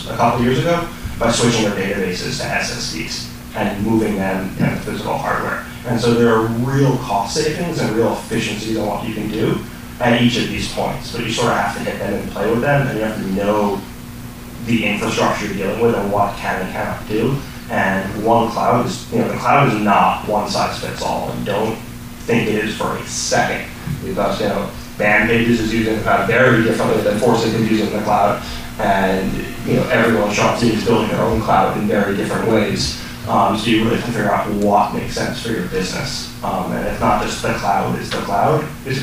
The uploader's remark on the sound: SF MusicTech Summit XI. In San Francisco, CA. Please excuse the bad mic feed.